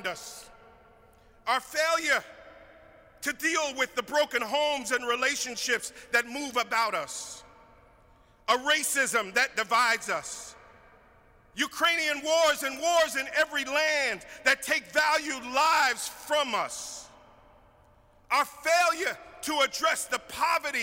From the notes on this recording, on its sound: preached at our Good Friday service on April 15, 2022